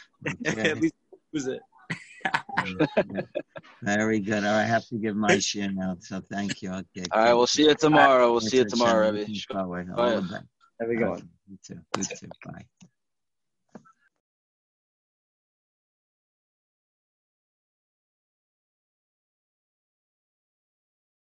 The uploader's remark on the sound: Live On Zoom